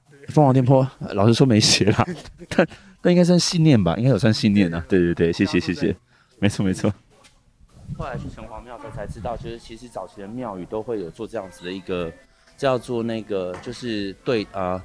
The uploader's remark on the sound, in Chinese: 這次深夜說繪話到雲林拜財神之旅，隨著我們一路邊走邊錄音，。還有採訪到當地不同店家的人物。